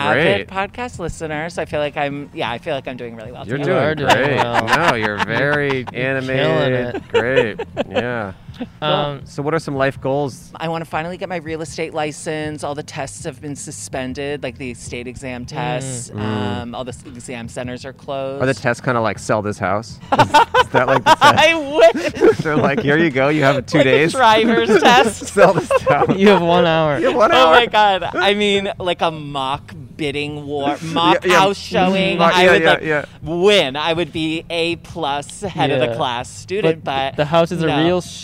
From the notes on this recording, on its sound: We set up outside a flea market to see what sort of old crap people bought. Recorded on 1/16/21 at John Marshall High School in Los Angeles.